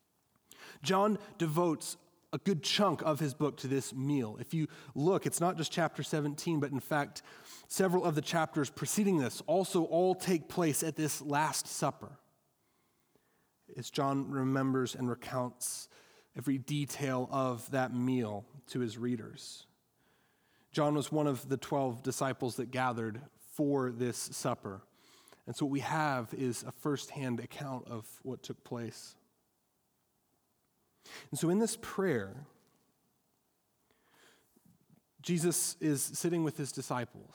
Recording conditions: large echoing room